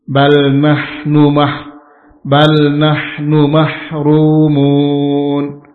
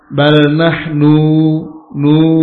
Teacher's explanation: Nun harokatnya dhammah, tidak ada mat di samping nun, tidak ada tanda mat, maka cepat ke huruf mim. · Shown in: first take